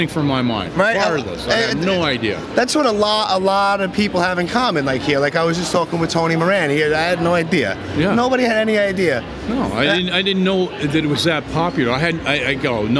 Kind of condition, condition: setting, busy venue